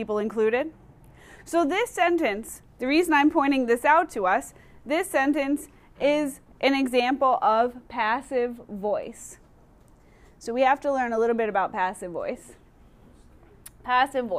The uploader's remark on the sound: Recorded in class on 1/22/2020